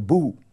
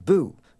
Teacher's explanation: a sound is moving forward towards the French sound of U · Shown in: second take · So that a ghost used to say boo, but today everywhere in North America the ghost says boo.